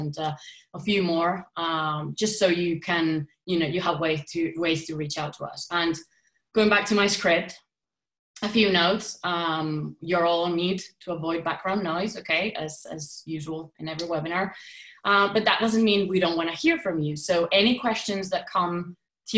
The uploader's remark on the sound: recording of a live webinar